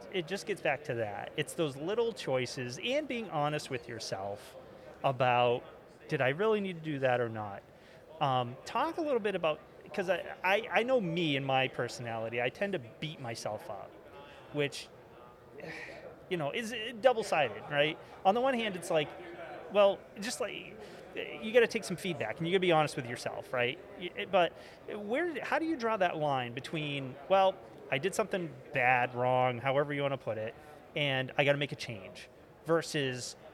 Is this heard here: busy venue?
yes